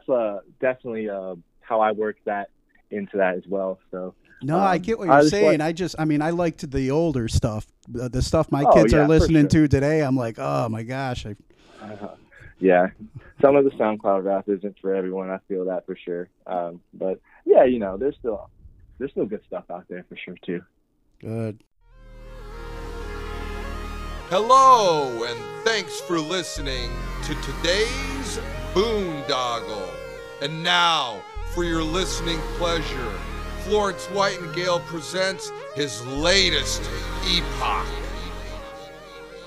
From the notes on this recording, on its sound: phone interview